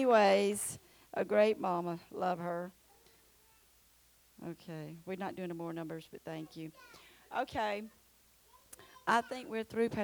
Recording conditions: large echoing room